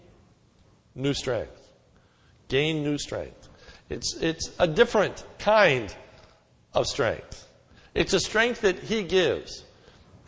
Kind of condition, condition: setting, large echoing room